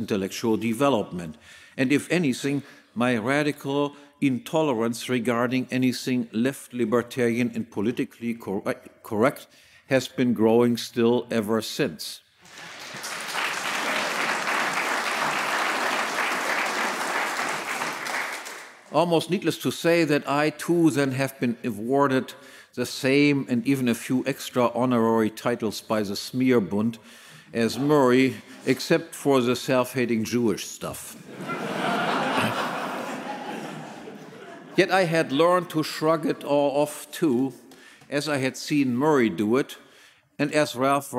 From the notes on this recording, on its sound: Keynote speech, Mises Institute 35th Anniversary Gala